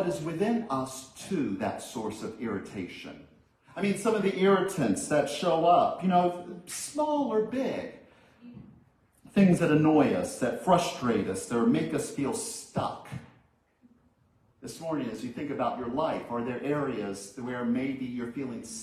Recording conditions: large echoing room